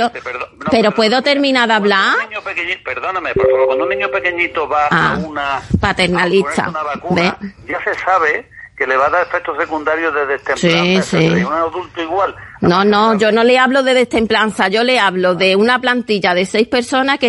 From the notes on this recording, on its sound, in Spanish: Conversación telefónica